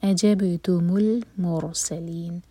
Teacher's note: را ساکن ہیوی ہوگا کیونکہ اس سے پہلے ہے ضمہ